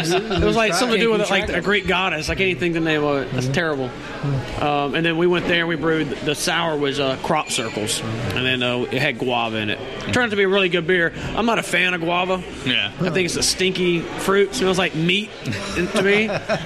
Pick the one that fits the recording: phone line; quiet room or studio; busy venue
busy venue